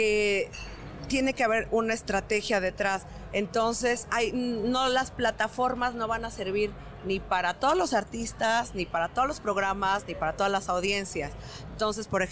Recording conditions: busy venue